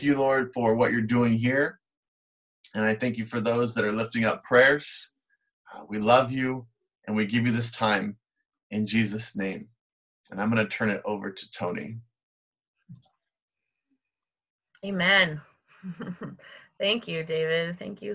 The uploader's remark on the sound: FRIENDS CHURCH CAPAY Live Service.